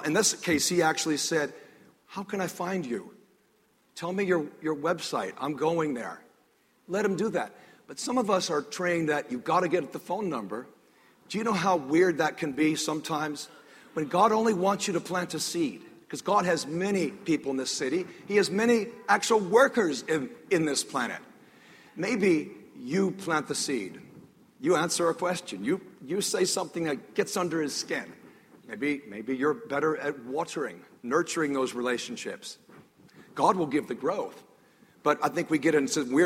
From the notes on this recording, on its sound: This sermon was recorded on June 8, 2014 a the North River Church of Christ in Atlanta, Georgia.